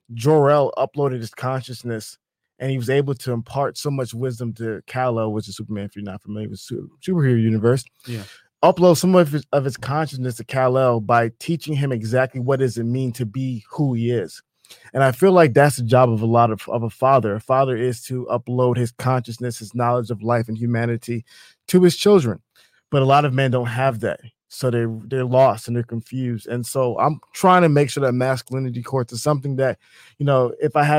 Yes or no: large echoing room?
no